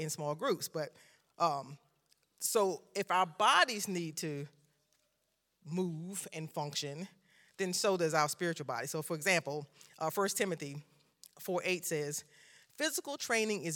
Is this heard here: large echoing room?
yes